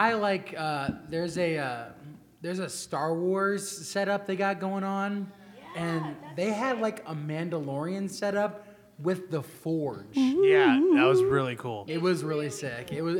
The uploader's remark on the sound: This is our recording of our live panel/podcast from Megacon Orlando. In the room were believers and non-believers, those we connected with at the con, some already in community with us, and some just curious.